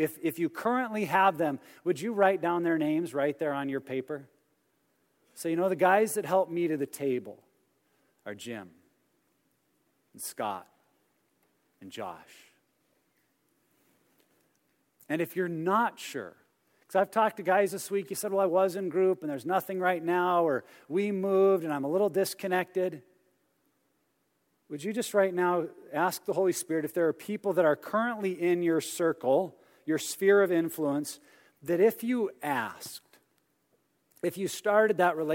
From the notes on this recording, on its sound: message from our 2017 Men's Conference